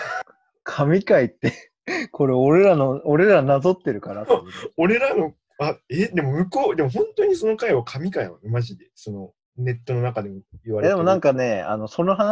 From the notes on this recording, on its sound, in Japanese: リモート録音なので音質はそこまでよくありません。